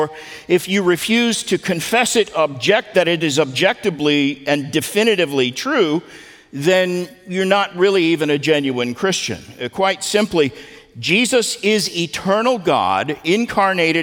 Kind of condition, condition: setting, live audience